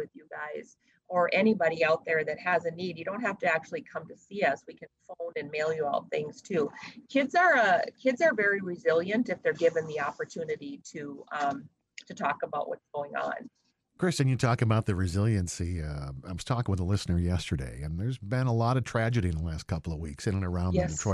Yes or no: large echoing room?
no